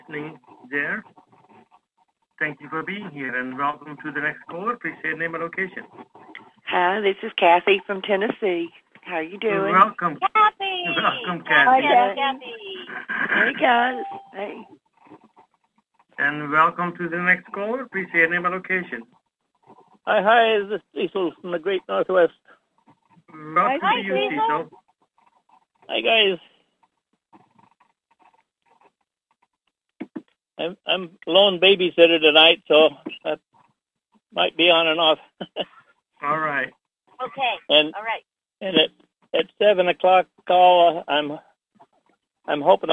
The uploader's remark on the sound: Conference Call LIVE